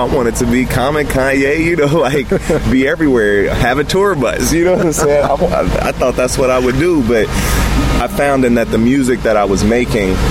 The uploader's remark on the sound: At the 2016 Wild Goose Festival in Hot Springs, NC